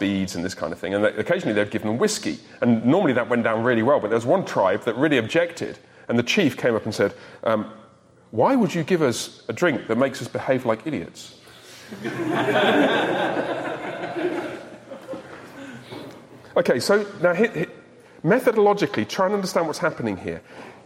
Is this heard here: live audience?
yes